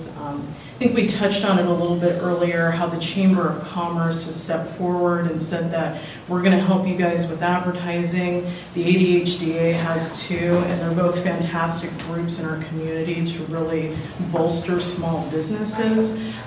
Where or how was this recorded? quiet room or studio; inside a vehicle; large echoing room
large echoing room